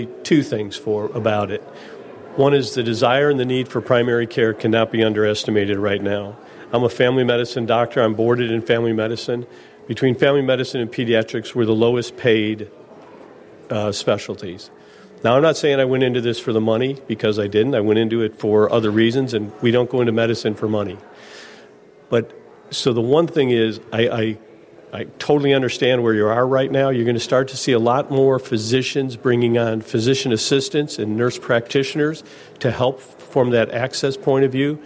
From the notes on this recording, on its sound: live from Treetime at Lake Barrington!